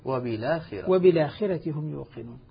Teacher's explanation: ألقيت حركة الفتح على اللام وأسقطت الهمزة